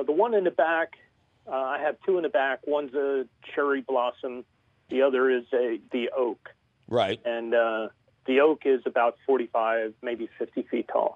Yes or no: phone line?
yes